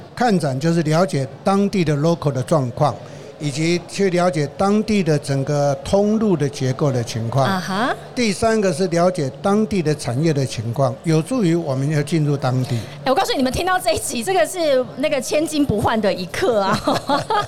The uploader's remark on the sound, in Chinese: 2022 Medical Taiwan台灣國際醫療暨健康照護展 -Live Podcast